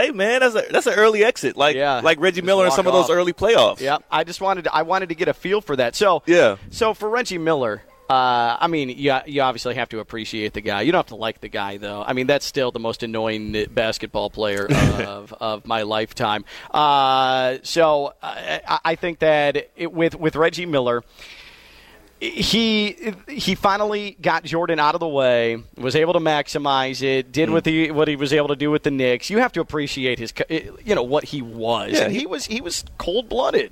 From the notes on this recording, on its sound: Full Show LIVE from Greenway Kia in West Palm Beach.